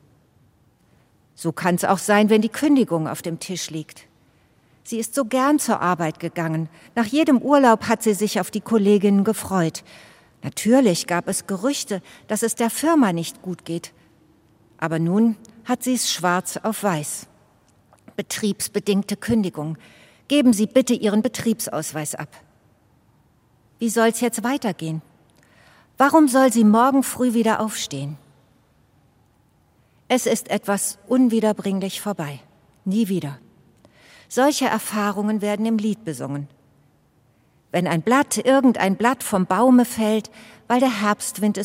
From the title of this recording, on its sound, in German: Evangelischer Gottesdienst zum Pfingstmontag aus der ev. Karlskirche Kassel